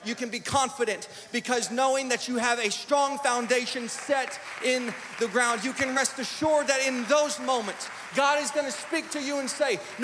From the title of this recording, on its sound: Live! NAYC Experience at The Sanctuary